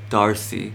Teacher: You're saying you're not really pronouncing the R.